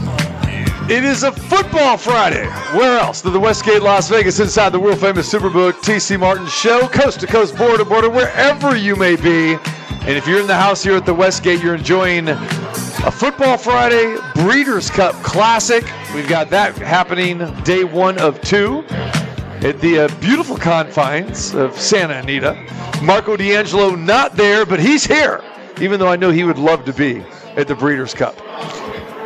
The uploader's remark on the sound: Live from the Suoer Book at Westgate Las Vegas